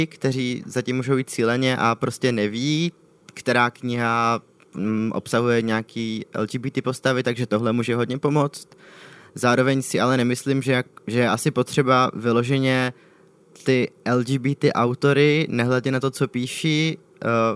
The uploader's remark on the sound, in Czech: Záložka se opět vydala do terénu, tentokrát na festival Prague Pride.